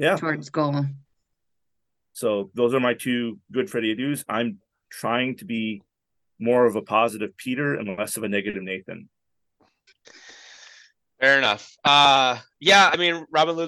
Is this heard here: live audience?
no